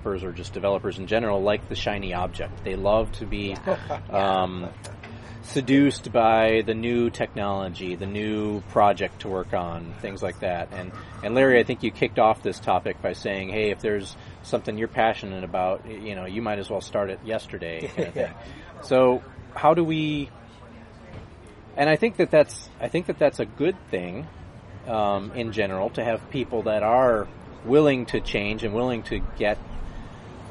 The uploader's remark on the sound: outside a Coffee Bean and Tea Leaf in Irvine